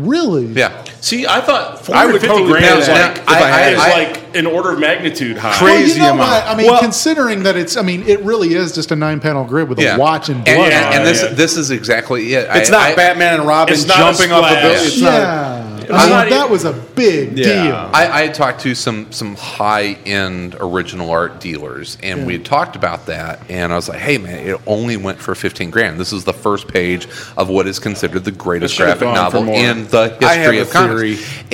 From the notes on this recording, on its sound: Things get more and more hectic as the show moves along and the crowd grows for this evening of comics, art and plenty of beer.